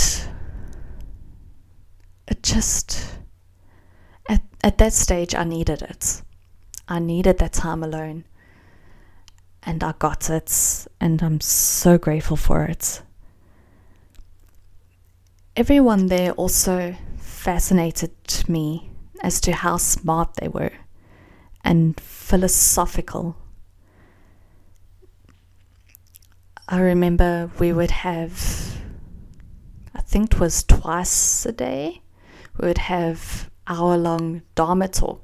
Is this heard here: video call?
no